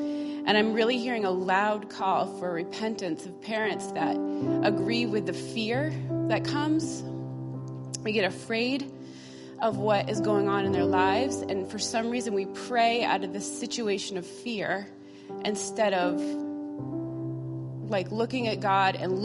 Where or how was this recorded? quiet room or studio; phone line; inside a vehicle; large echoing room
large echoing room